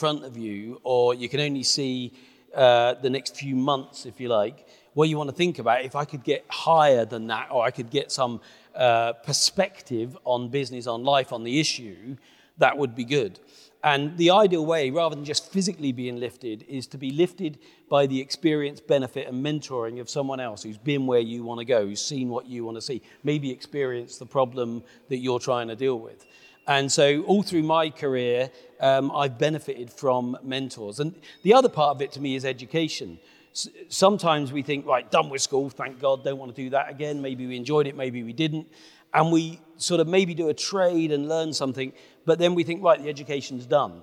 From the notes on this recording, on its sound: we held a private, invitation only, live viewing of the podcast episode